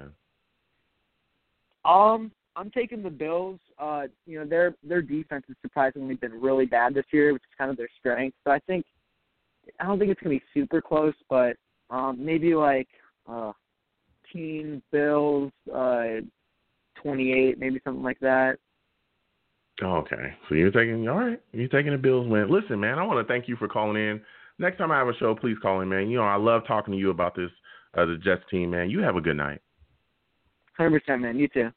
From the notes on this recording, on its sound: We will be taking live callers!